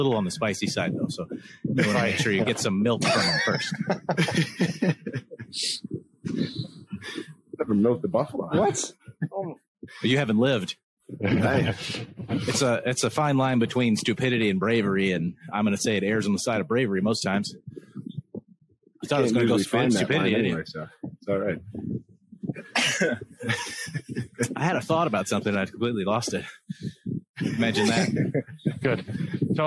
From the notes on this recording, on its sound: Apologies for the wind noise, we are plagued by technical difficulties as of late.